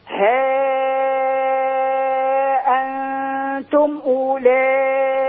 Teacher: أولاء الواو لا تنطق